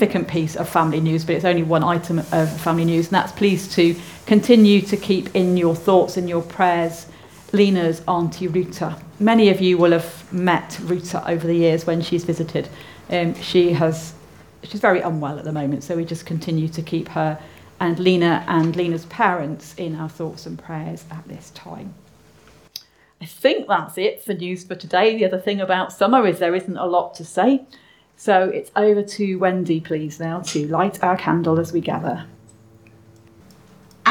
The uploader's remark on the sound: Audio podcast of morning service led by the Minister.